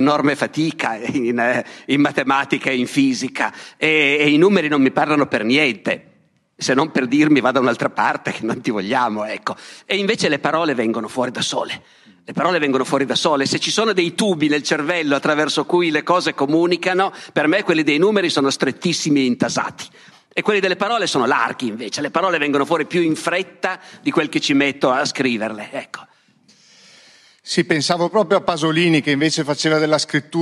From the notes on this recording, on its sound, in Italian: Dialoghi Festival, Palmanova 2022. La conferenza è parte di Dialoghi Festival Itinerante, per l’occasione al Teatro di Palmanova.